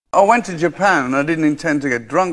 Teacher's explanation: The Brummie accent has elongated vowels and has been described as monotone with a downward inflection at the end of sentences.